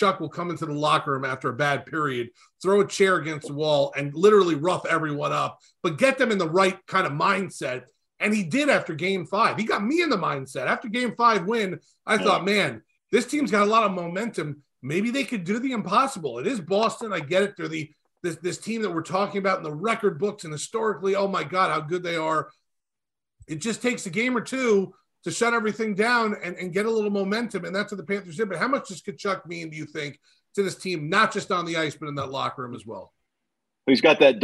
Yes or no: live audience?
no